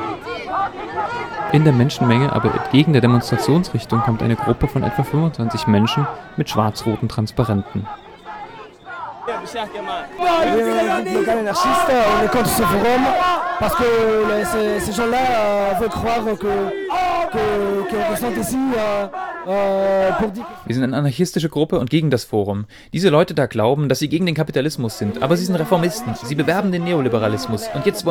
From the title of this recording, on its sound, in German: Eroeffnungsdemo Weltsozialforum 26.3.2013 Tunis